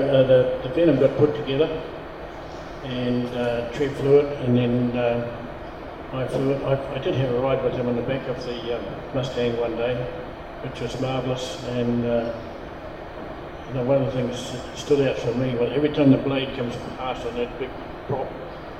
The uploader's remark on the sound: recording from the recent WONZ Christmas Party